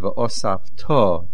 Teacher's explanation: The stress is on the To.